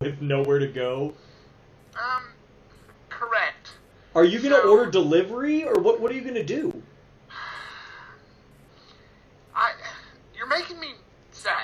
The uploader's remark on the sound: Forgive the terrible audio quality.